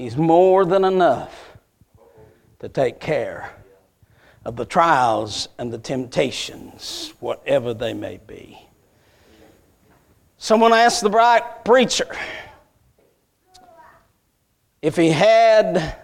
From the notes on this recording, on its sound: A message Preached at Crossroads Baptist Church